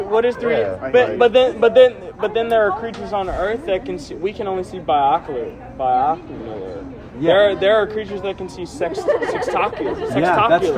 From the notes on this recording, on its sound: I was at this douchey artist party in Chicago where everyone was very detached & cool & ironic & loved to have stupid fucking debates & I walked in on this one on the fire escape so I had to record it.